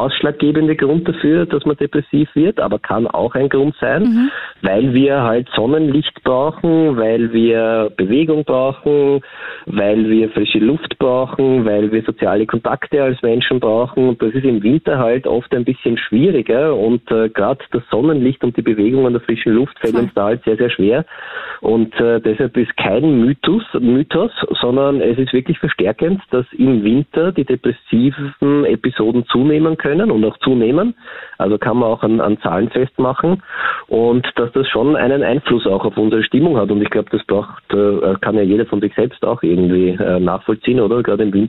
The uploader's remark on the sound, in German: Am Telefon